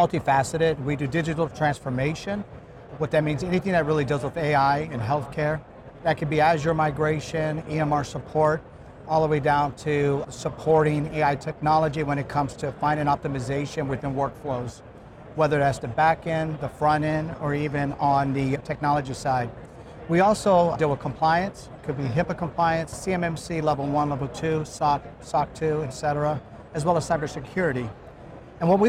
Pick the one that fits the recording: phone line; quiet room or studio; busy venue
busy venue